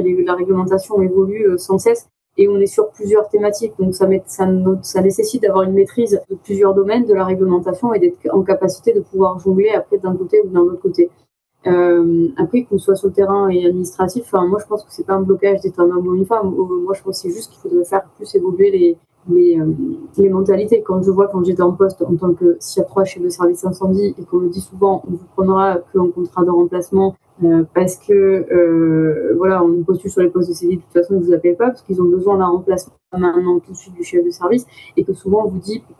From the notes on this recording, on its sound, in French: On s'est donc donné rendez-vous en visio